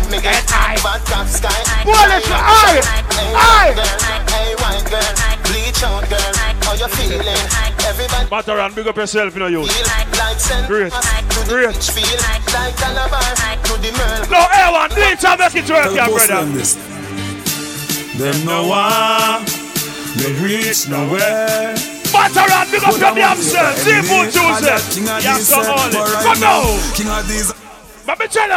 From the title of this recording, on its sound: LIVE AT SEAFOOD TUES NYC 3.8.16